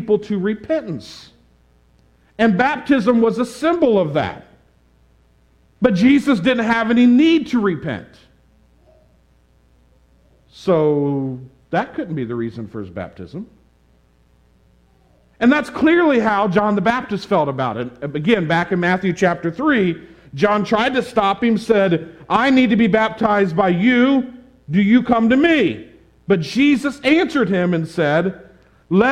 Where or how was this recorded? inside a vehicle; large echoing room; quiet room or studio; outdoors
large echoing room